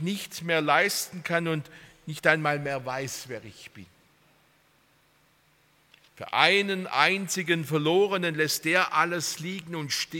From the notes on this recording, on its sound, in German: aus dem Gottesdienst der Liebenzeller Mission